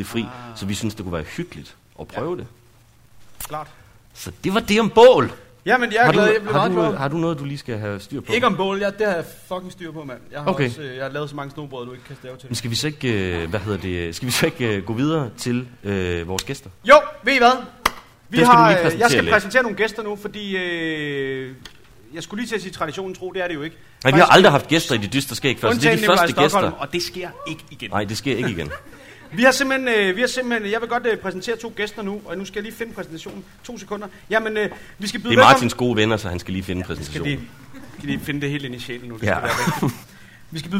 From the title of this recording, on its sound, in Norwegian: Live på Skipperlab